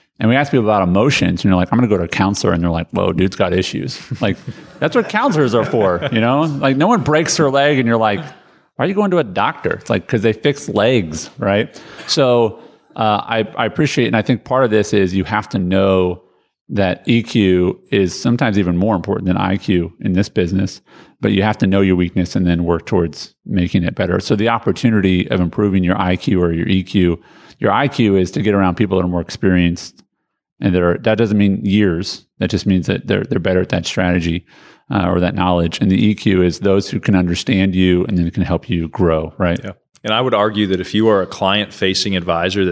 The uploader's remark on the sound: This episode will sound different because we recorded it at our live event in Nashville in January of 2022.